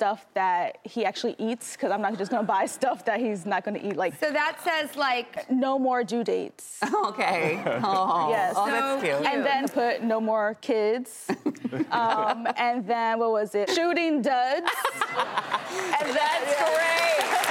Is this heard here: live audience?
yes